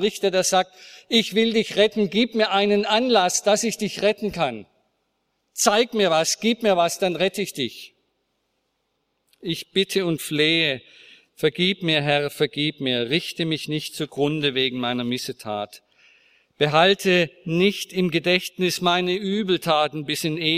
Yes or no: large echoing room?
yes